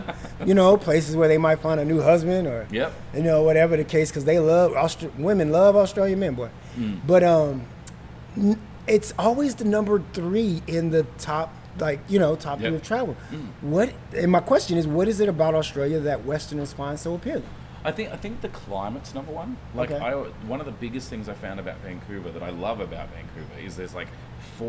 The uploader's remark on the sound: Is shot on location at Lamplighter Bar in Gastown, Downtown Vancouver.